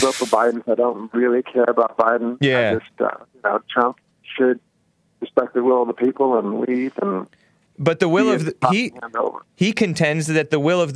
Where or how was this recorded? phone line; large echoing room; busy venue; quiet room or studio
phone line